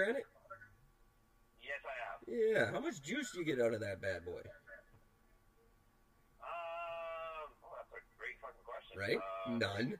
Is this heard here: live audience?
no